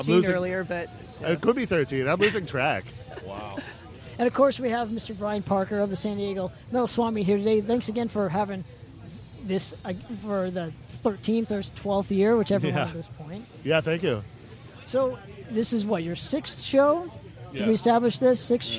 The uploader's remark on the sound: Live at SD Metal Swap Meet